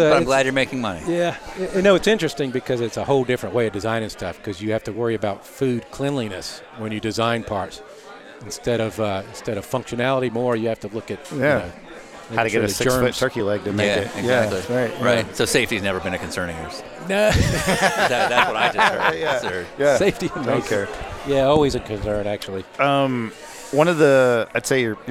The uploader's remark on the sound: Lunch was served at Pacific Coast Grill in Cardiff, CA